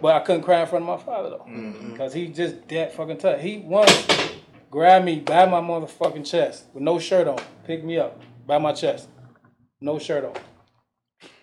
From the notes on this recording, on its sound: go on location to one of the best barber shops in Atlanta RX-Elites.